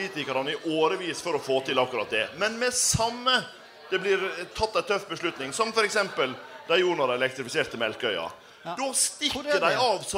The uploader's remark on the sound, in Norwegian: Arendalsuka: På innsiden - Live. Livepodkast fra Arendalsuka.